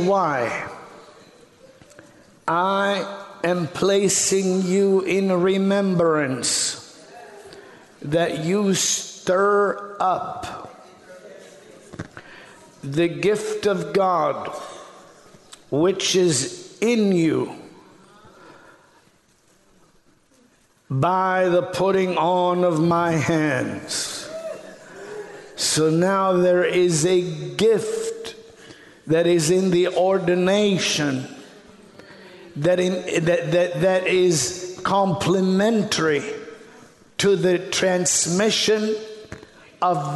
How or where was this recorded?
large echoing room